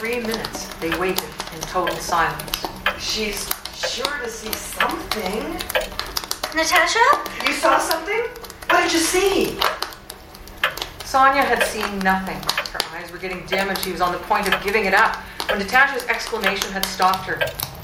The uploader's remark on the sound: An adaptation of Leo Tolstoy's "A Russian Christmas Party" performed live at the old Barry's Bay Train Station.